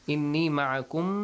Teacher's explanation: It stretches for two count plus nasal sound. · Term: ميم مشدد